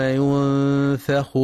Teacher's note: وينتبه لترقيق الفاء في كلمة ينفخ، فلا يقرأ ينفخ بتفخيم الفاء